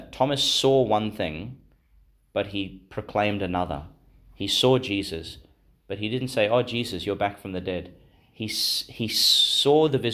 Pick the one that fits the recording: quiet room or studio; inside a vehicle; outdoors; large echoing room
large echoing room